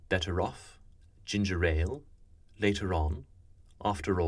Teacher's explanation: the linking R, happens when a word ending with an R spelling goes into a word that begins with a vowel. The sound is the same as an initial R.